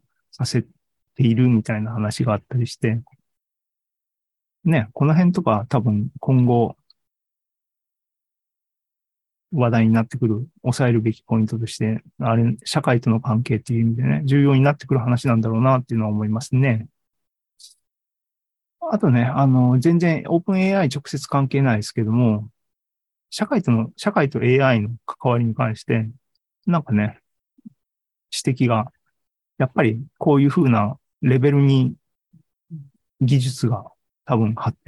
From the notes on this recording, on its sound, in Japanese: シーズン３７は２０２３年１月２５日に開催した ZOOMライブの模様です